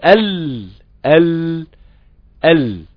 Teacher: منطقة التلامس اللي هي الصفرة دي في حرف الضاد هتبقى هي في حرف اللام منطقة الاتكاء، ومنطقة الاتكاء اللي كانت في حرف الضاد هتبقى منطقة تجافي. لسانك هيبتعد اصلا عشان هيوسع بقى للهواء الصوت الخارج من الداخل علشان يفر من عن يمين الحافة وعن يسارها